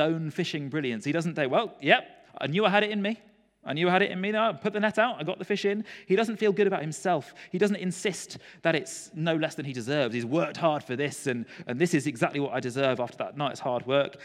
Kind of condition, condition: setting, large echoing room